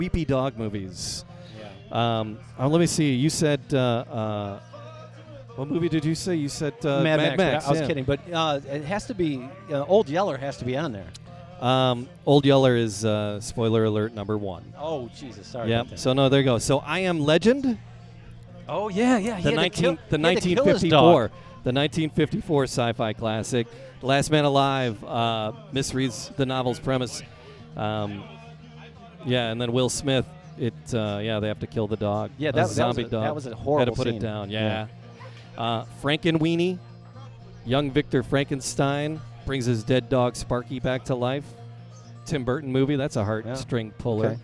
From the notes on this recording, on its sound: Animal Talk Live At A Porch Party. Live at M-Brew in Ferndale.